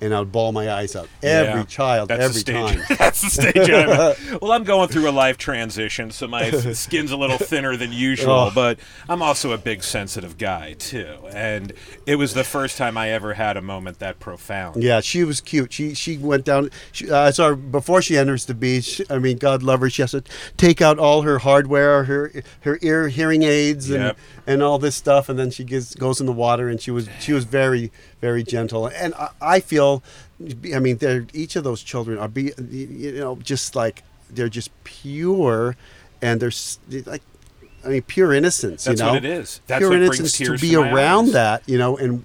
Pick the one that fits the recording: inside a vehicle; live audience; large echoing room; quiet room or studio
inside a vehicle